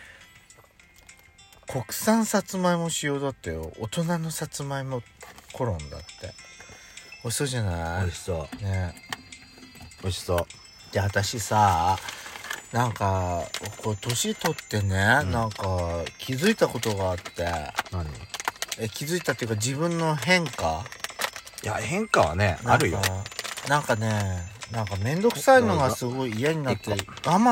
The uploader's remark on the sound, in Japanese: パーキング収録